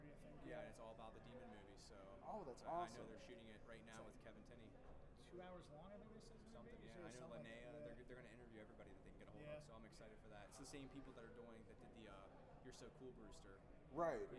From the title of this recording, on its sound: Live From Grossfest